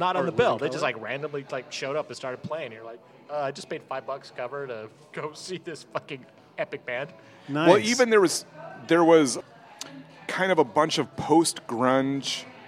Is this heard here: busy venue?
yes